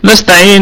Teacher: نستعين الكلمة كلها مرققة، والنون في اقل درجات الغنة لانها مفتوحة، والسين ساكنة نراعي فيها صفة الرخاوة والهمس، الرخاوة والهمس.